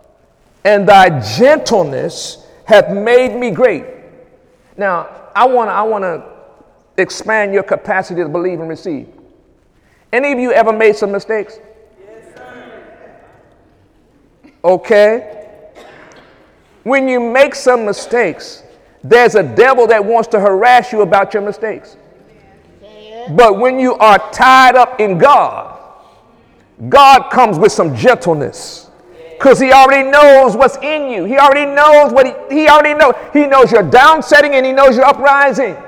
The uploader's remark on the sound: During Sunday morning service on March 4, 2018